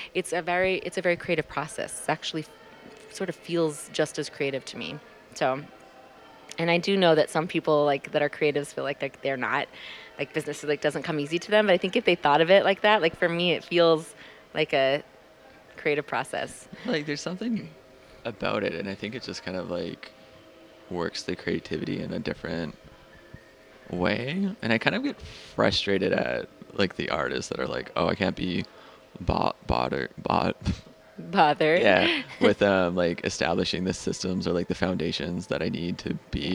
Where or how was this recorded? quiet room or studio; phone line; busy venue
busy venue